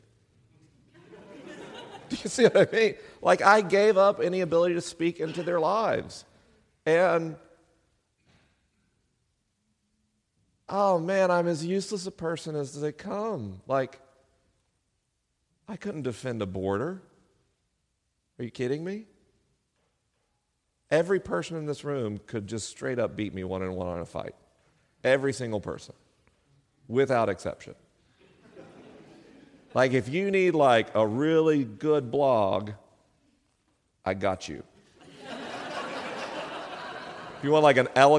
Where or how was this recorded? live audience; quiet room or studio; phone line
live audience